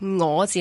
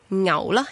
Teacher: 啲气就唔可以由口腔嗰度出嚟啦，咁就会逼咗上个鼻，因此咧就会发出一个 ng 声母嘅音啦。咁所以咧要检查自己，就一定要睇下嘅你嘅脷嘅后半部有冇顶住上颚，同埋有冇用力。否则嘅话咧，你嘅脷同上颚冇接触咧，牛牙咁样就唔需要接触啦吓。咁嘅时候咧，你就发错咗